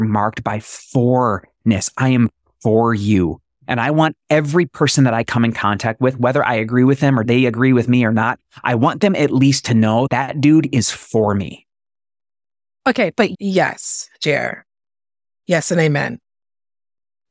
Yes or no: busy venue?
no